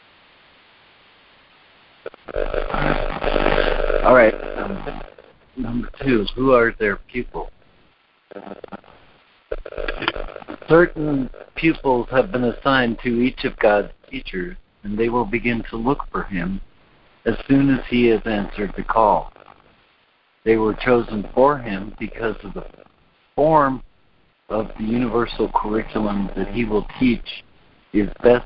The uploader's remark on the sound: ACIM Daily Conference Call.